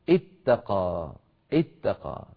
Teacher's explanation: اتقى، اتقى أوله تاء مشددة، لا تبدأ العرب بحرف مشدد لأن المشدد أصله حرفين كما ذكرت، أو أصله حرفان، فنبدأ نجلب له همزة الوصل ونقول اتقى، اتقى.